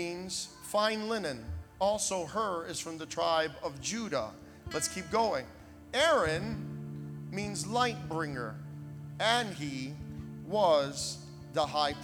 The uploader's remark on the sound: Recorded in Hollywood, FL at Kingdom Of GOD Ministries on 03/09/2023